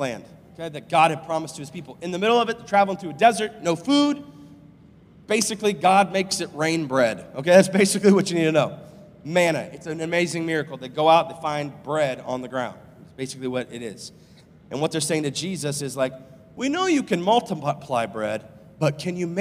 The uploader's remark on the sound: live from Covenant Church